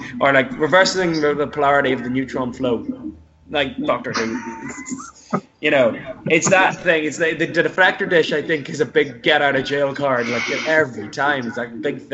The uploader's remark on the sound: We did have some small sound difficulties over Skype due to our unusual set up. Recording with him over Skype using the speakers as I currently don't have internet at home.